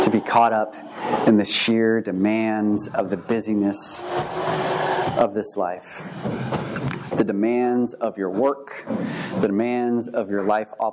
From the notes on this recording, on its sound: At View Ridge Middle School in Ridgefield, Wa.